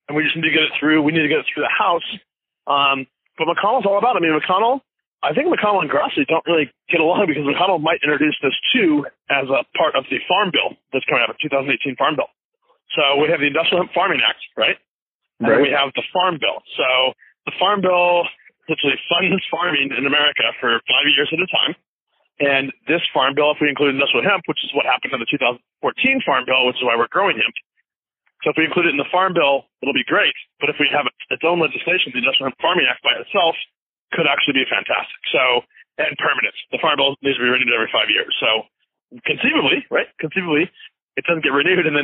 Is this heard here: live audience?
no